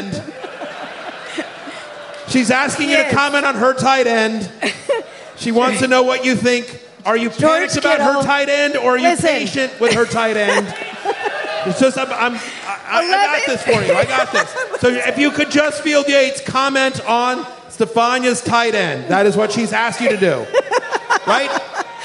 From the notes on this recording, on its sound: Live from Rams Head Live in Baltimore, MD